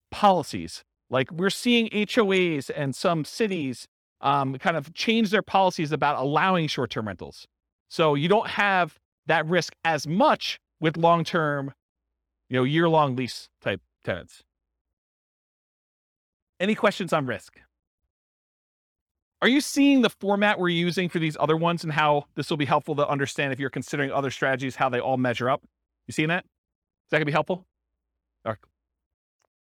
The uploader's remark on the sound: This was a live class recorded